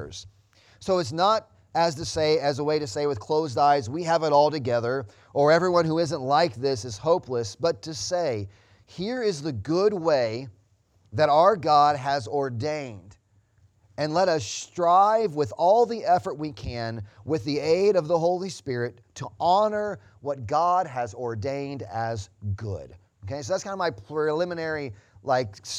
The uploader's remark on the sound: Sunday Morning Service Audio